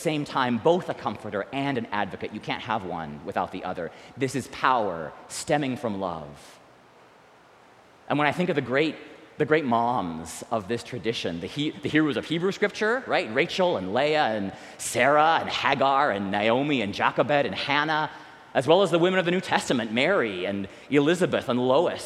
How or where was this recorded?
live audience